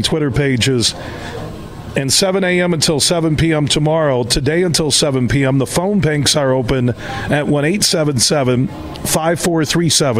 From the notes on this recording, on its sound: We're broadcasting live from Helen DeVos Children's Hospital in downtown Grand Rapids as iHeart West Michigan has their 24th Annual Radiothon.